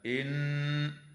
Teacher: نون مشددة يجب أن تغن بمقدار حركتين في كلمة إن